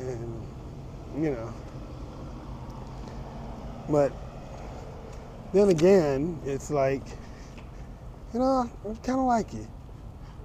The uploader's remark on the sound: In this episode, I do a walk and talk